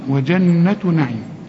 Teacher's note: وجنة بس اوعى تنسى النون، إن لازم تغن النون بمقدار حركتين. وجنة نعيم، نعيم كل الحروف مرققة.